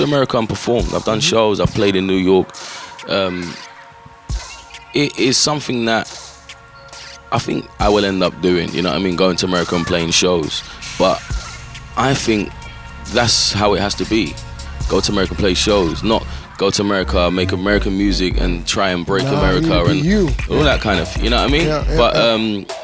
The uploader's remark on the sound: GRIMEYARD pop-up installation live from the Volkshotel, Amsterdam